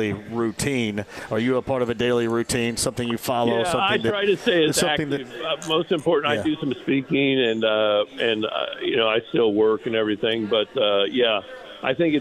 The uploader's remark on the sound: Live From Union Jack Pub